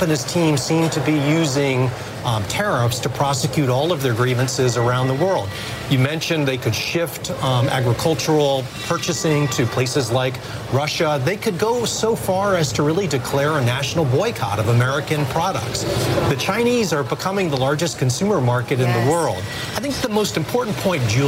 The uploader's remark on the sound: live from the New York Stock Exchange